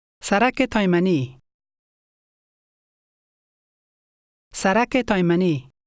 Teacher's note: the slight extra sound that links the word street with its name · Term: linking sound